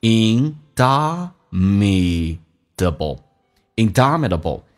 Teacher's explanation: 在美式发音 t 要浊化成 d 这个发音